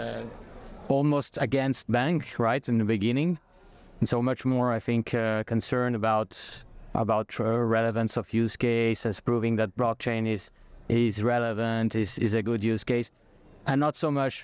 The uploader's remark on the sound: recorded onsite at Blockchain Rio in September